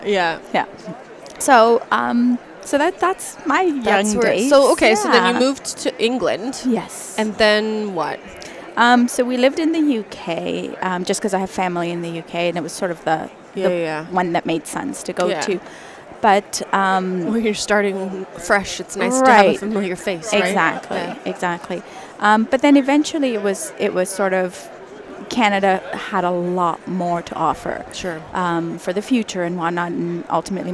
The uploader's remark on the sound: it was recorded live at the the Ontario Dental Association meeting in Toronto, live on the trade show floor.